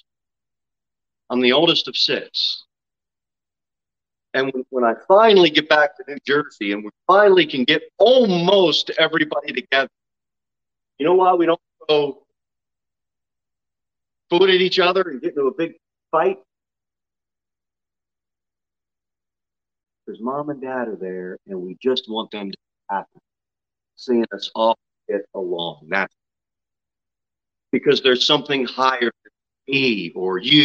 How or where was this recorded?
large echoing room